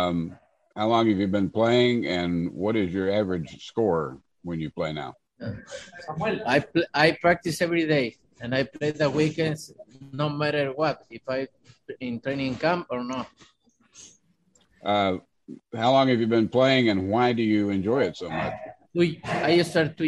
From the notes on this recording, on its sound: will hold a Zoom conference call